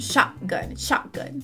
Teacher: Eu falei já interrompendo o T, ficando shotgun.